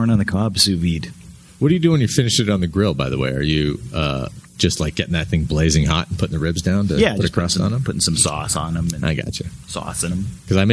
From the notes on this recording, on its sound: Live From Calgary Expo. We had a blast bringing you the Podcast live from the Calgary Expo this week.